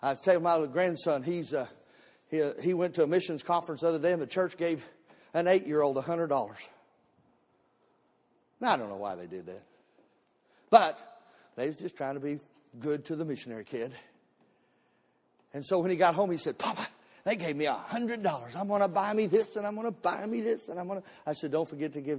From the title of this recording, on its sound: Missions Conference Service 01 - Audio